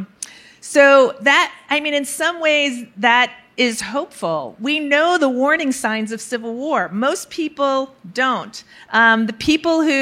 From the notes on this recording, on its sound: Recorded March 1, 2022 at the Upfront Summit.